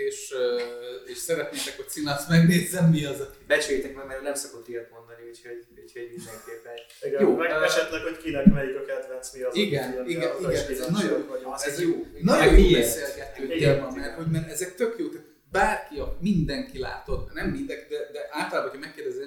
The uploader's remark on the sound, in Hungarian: Az Adás sajnos felvételre alkalmatlan körülmények között készült, reméljük elnézitek nekünk.